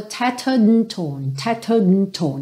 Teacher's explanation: Esse A do and, ele nem chegou a ser mesmo vocalizado, ficou mesmo tattered and torn, ok?